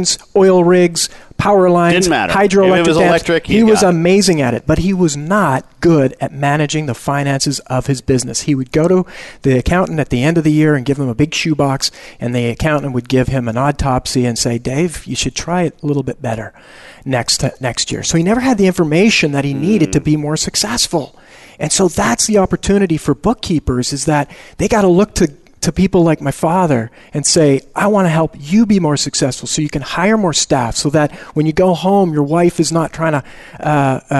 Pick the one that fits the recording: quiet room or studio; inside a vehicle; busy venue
busy venue